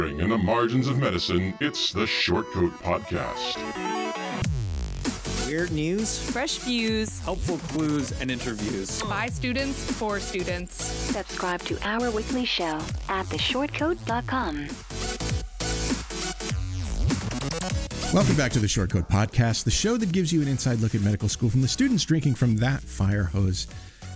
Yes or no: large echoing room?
no